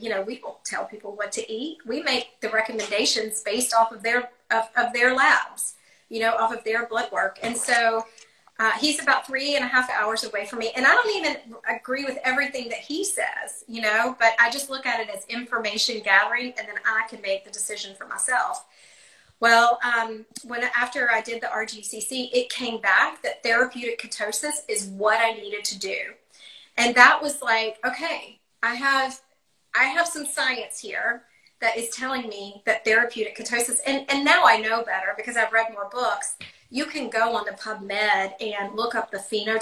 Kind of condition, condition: link, video call